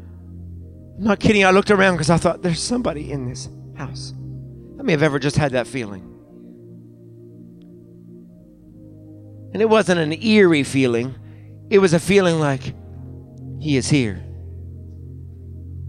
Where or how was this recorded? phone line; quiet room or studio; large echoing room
large echoing room